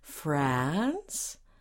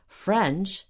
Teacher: you should hear the country is a long ah. France. And the nationality, French, is a short eh